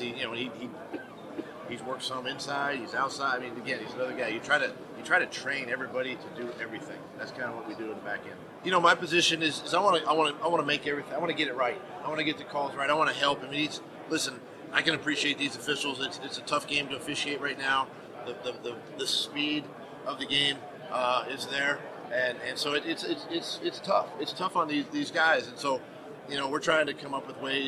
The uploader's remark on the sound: Two new press conferences from the Eagles' offseason. Talk to the media at the 2019 NFL Annual Meeting.